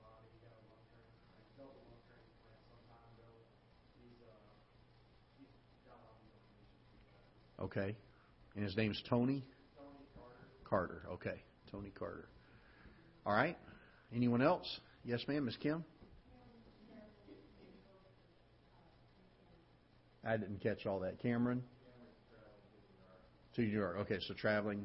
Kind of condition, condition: setting, large echoing room